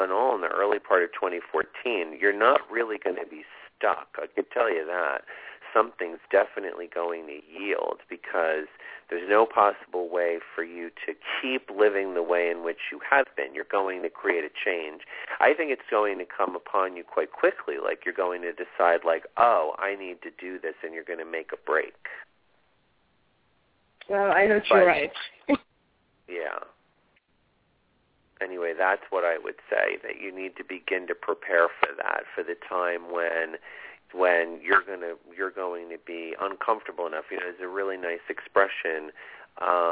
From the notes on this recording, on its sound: This is a call in show